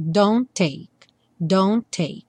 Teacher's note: entre o don't e o take, só um T aparece